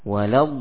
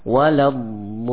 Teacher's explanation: Ketika dha, ya, dipanjangkan, itu senantiasa terus ditebalkan · Shown in: first take · Term: alif ikut tebal